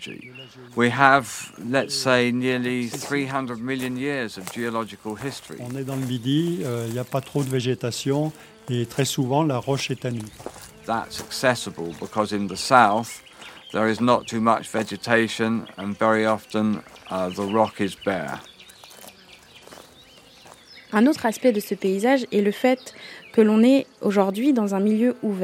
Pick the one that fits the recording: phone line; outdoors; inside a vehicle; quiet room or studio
outdoors